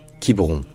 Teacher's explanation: Parce que le E au milieu n'a pas d'accent ni grave, ni circonflexe, ni aigu. C'est un E qui est dit muet en français. Donc, c'est juste Quiberon, en deux syllabes.